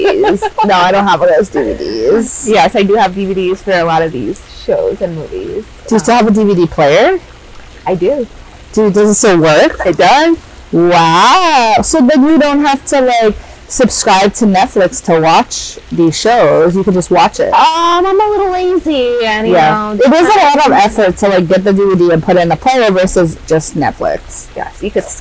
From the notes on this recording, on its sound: FOREWARNING: this episode audio is not sure what happened — sorry in advance… hehe